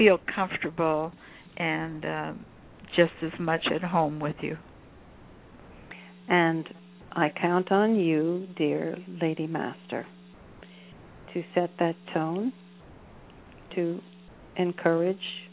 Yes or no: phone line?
yes